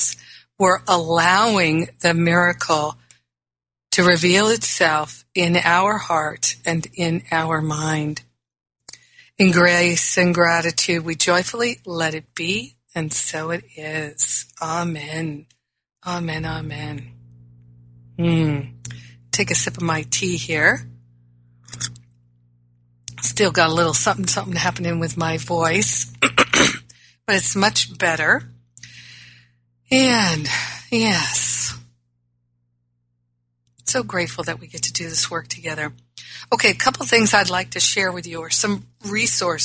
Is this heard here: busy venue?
no